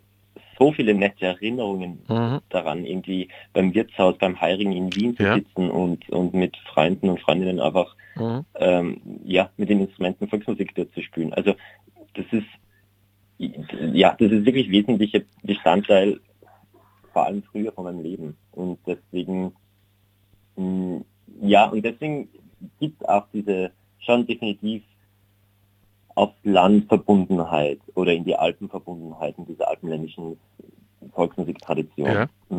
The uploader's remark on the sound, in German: Telefoninterview mit dem Künstler.